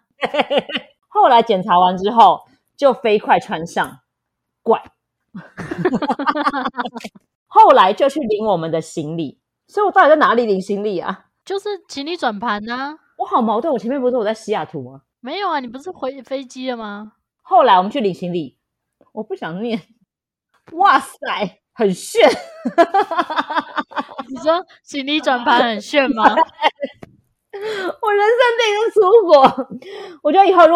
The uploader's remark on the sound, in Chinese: 用最簡單的設備分享最愚蠢的日記。此為試錄版本，音質不佳請見諒。